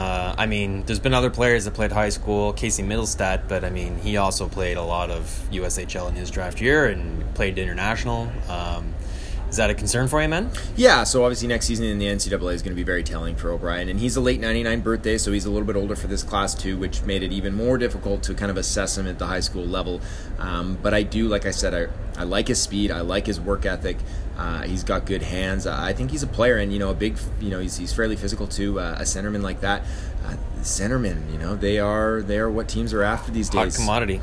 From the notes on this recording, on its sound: Live from the 2018 NHL Draft in Dallas.